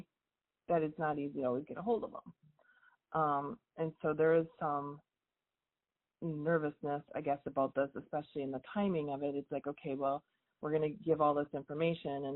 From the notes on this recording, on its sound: We take you behind the scenes and allow you to listen in to the coaching I do with clients. All of these coaching calls have been recorded with permission from my clients.